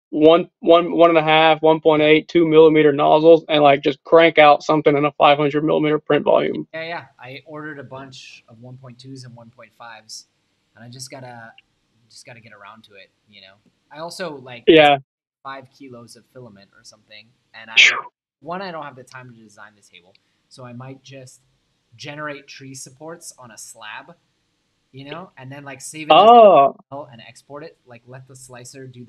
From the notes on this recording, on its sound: I apologize for the shorter, lower production quality episode